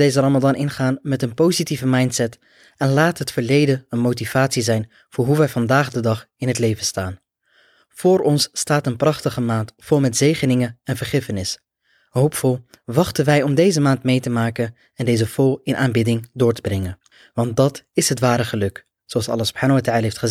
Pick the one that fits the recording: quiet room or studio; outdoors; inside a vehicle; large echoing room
quiet room or studio